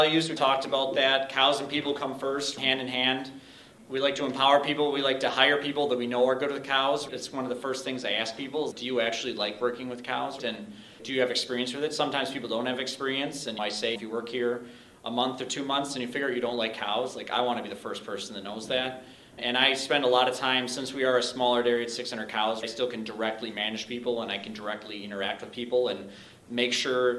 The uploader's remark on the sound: A Panel Discussion from the World Dairy Expo hosted by NMPF YC.